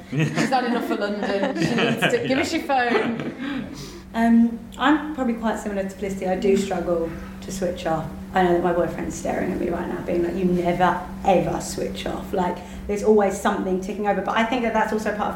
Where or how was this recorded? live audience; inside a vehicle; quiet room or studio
live audience